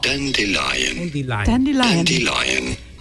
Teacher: want to stress on the first syllable